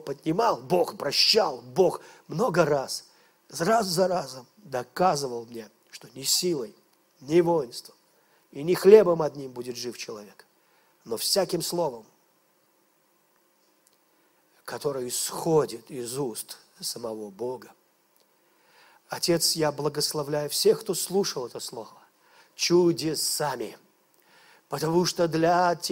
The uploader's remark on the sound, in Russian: Запись с молодежного служения Церкви Божьей города Ярославля.